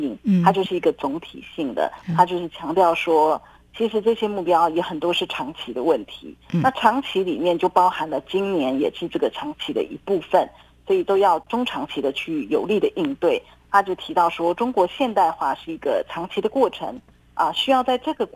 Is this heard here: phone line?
yes